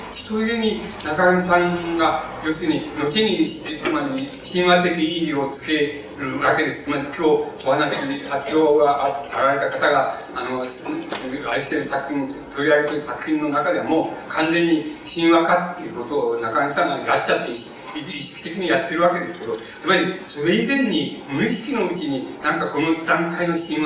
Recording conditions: background noise